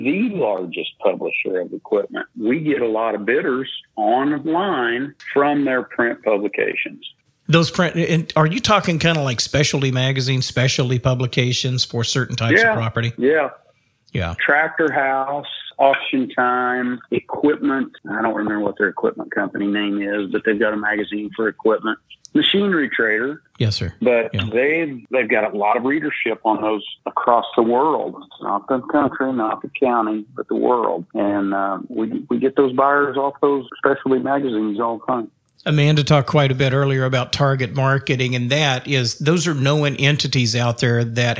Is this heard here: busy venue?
no